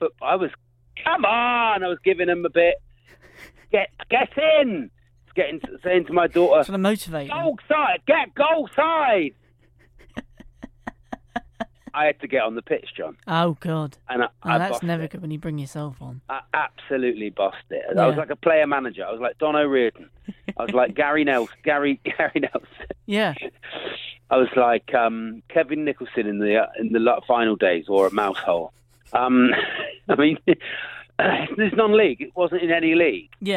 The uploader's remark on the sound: resorting to an episode on the phone